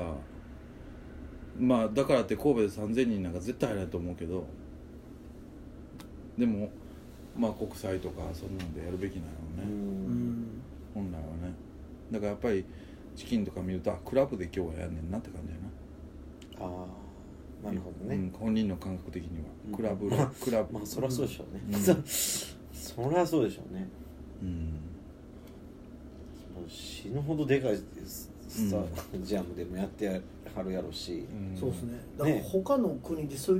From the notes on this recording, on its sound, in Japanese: RECORD(お店)より